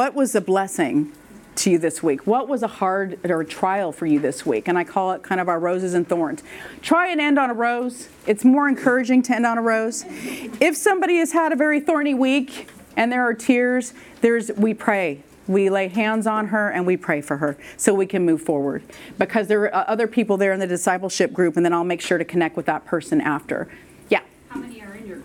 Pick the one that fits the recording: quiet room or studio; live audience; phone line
live audience